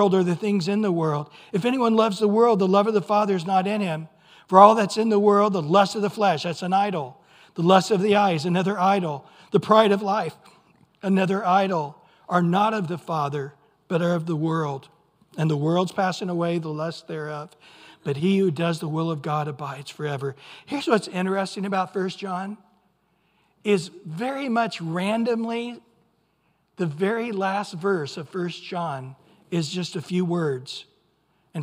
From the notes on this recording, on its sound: Recorded at Calvary Chapel of Los Alamitos on July 2 2023 on Sunday Morning Sermon.